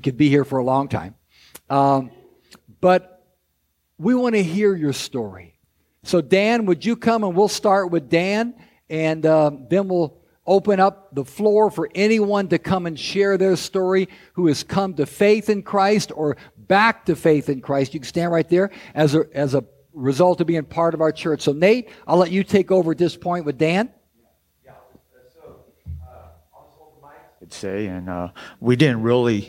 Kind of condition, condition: setting, large echoing room